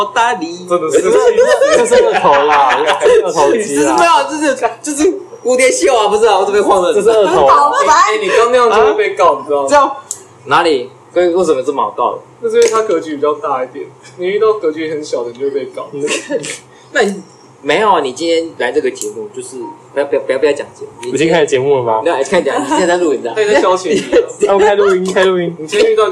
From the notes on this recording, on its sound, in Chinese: 隨意聊到要錄podcast，然後又不小心按到apple watch的錄音，結果不小心就上傳了。